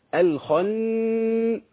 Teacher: الخاء حرف تخين قوي لما يكون مفتوح